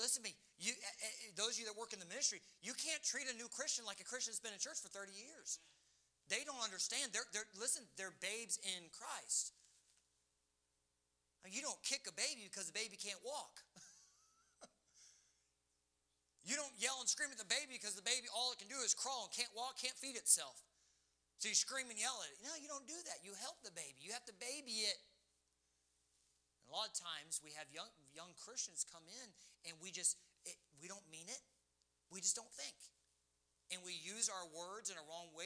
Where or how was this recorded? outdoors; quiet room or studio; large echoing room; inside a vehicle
large echoing room